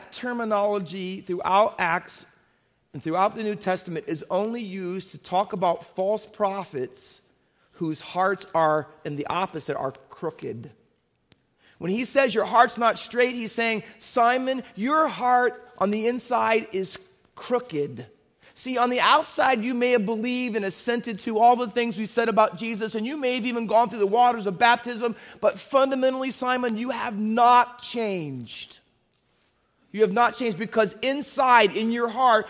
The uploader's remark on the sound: Faith Baptist Church in Hamilton, NJ.